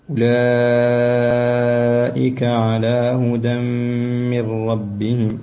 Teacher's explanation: أولئك مد واجب متصل ينبغي إشباعه بمقدار 6 حركات